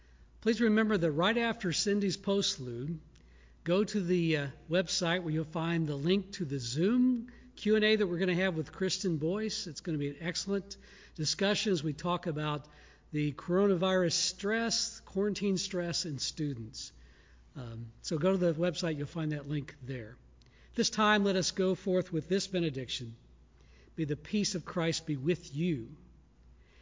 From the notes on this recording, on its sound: Shot live from the Sanctuary of Noblesville First United Methodist with pre-recorded elements mixed in!